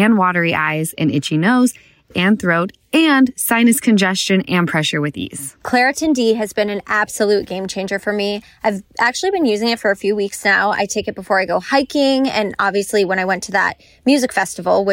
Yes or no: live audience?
no